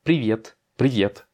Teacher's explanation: Privet, privet. J'accentue sur le I. · Term: accent tonique